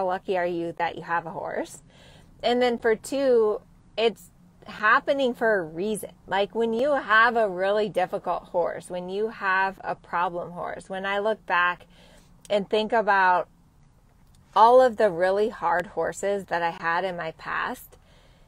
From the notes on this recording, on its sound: Temecula Truckcast! This week went live from my truck in Temecula.